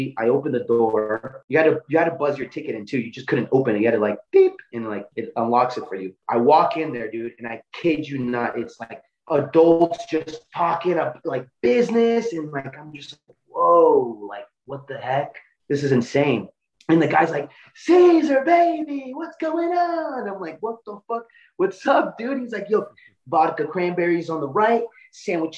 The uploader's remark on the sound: Zoom is plagued with technical issues but we persist